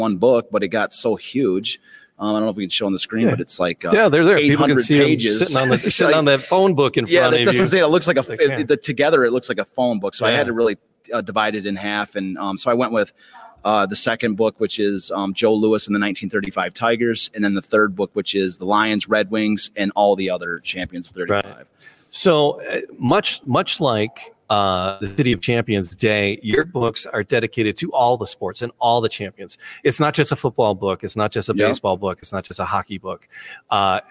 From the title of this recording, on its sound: Live from Detroit Historical Museum